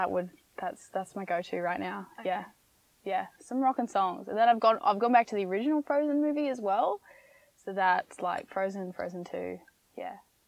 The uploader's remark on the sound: This was the most difficult episode to record because of technical difficulties...that probably could have been avoided - but what you're about to hear is the same conversation, recorded over three completely different days....